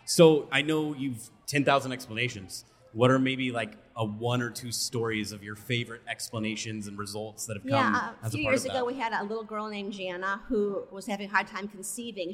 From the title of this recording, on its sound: Live from A4M World Congress in Las Vegas